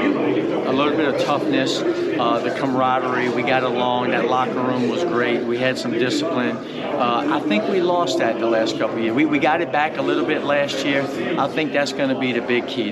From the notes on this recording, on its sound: The Bluebloods are live at the Southland Conference Media Day!